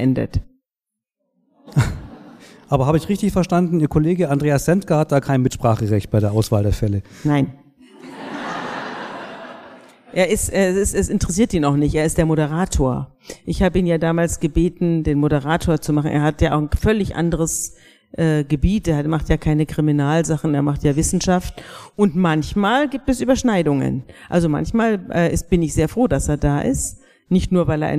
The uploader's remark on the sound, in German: Diese Folge ist ein Mitschnitt der Live-Veranstaltung.